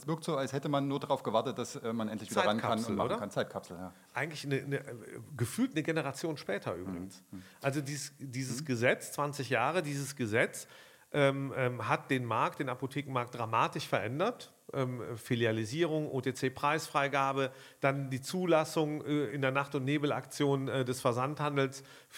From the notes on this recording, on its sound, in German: LIVE von der VISION.A 2023. Gleich zur Eröffnung der VISION.A Zukunftskonferenz am Dienstag im Kino International in Berlin.